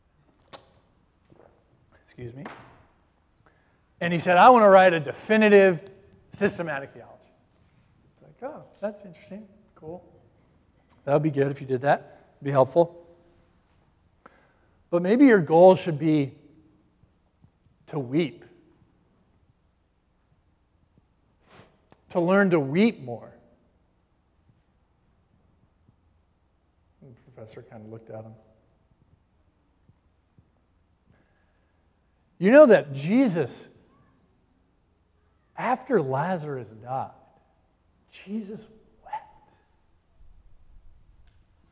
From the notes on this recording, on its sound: Live Stream Worship at Christ Presbyterian Church, New Haven